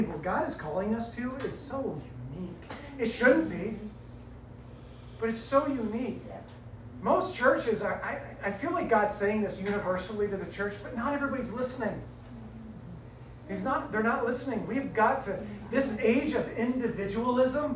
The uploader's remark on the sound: This message was recorded at WayLife's monthly collective. Forgive the lower quality audio quality.